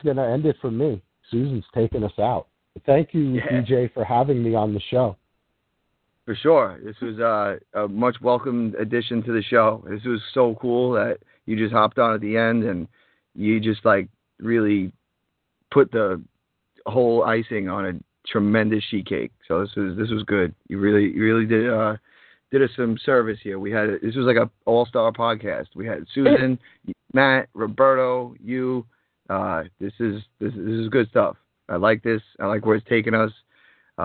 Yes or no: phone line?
yes